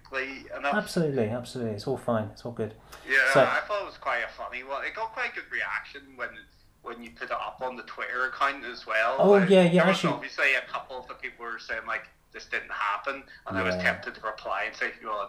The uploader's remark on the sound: Obviously if I was ever to do this again I would get a chair that wasn’t so f*****g squeaky and try and do something about the dog tearing about the house but it is what it is: one microphone, a phone on speakerphone and me pressing pause.